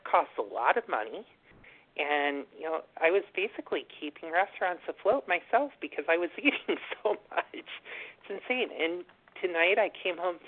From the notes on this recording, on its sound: from the 100 Pounders Phone Meeting